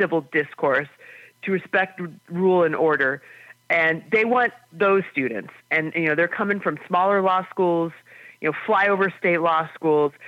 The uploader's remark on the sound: your calls in open phones across America